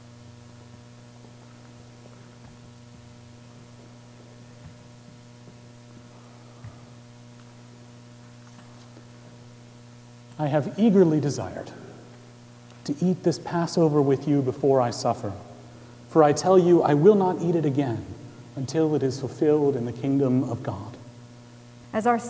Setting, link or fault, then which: setting, large echoing room